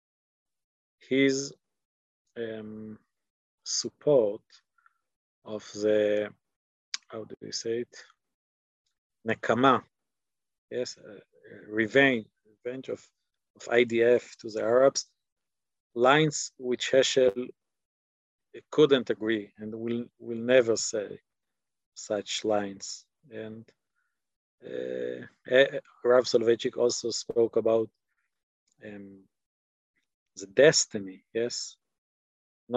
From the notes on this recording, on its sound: This audio was originally captured from Zoom